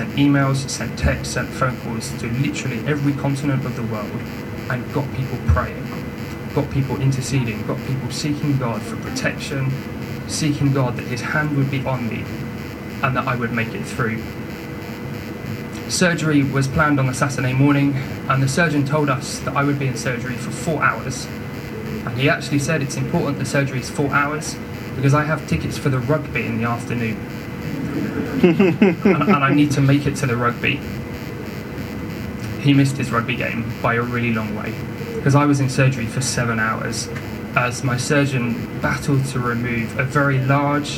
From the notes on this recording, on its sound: We apologise for the technical recording issues in this week's episode!